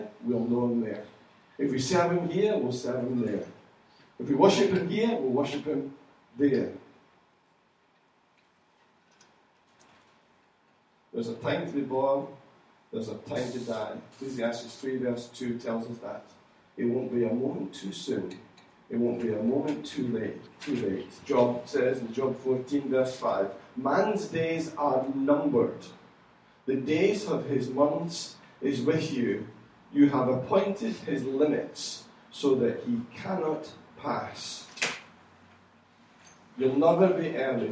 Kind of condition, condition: setting, large echoing room